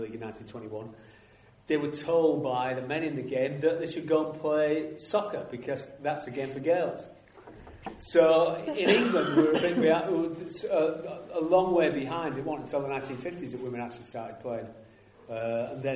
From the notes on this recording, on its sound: LIVE in Featherstone. We were LIVE at the Featherstone Community Centre.